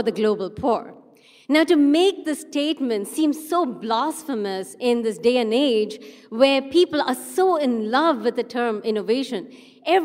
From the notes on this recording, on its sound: A live session from #JaipurLitFest2020.